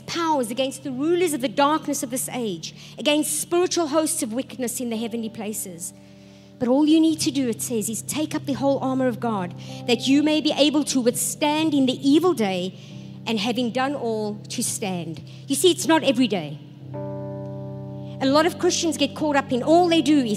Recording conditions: large echoing room